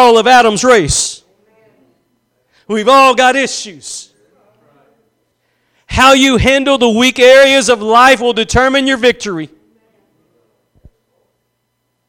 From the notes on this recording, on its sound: Preached at Gospel Lighthouse in Bossier City, La.